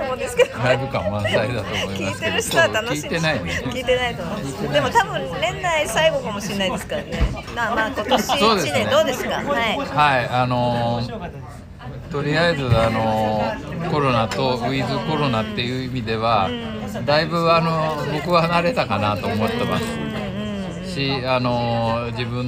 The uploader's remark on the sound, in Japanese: 2021年末に行われたOPROクリスマスイルミネーションラン後の忘年会での録音です。